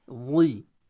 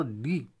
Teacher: من الأرض، البعض ما ينطق الضاد، أو البعض إذا نطق ينطقها مقلقلة، من الأرض، أو ينطقها دالا مفخمة خاصة في الوصل، من الأرض دي ليس دي ضي، نطق الضاد يختلف تماما عن الدال، لأن الضاد فيها جريان الصوت، والمخرج طبعا ما في اتصال أبدا بين مخرجين الدال مع الضاد، ثم أن الضاد من حروف التفخيم وهذا من حروف الترقيق وهكذا.